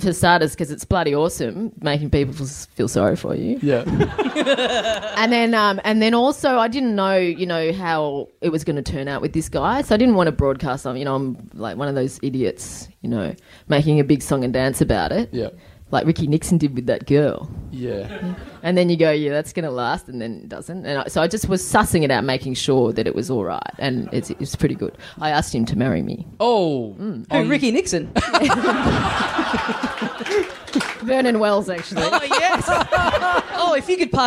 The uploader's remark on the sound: Recorded LIVE at Softbelly Bar, August 14th, 2012.